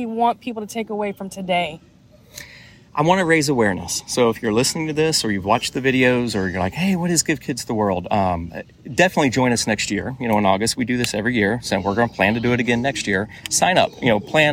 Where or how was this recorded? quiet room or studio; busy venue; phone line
busy venue